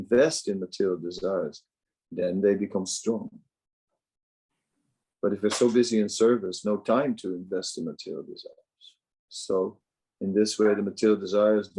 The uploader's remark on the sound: Zoom Meeting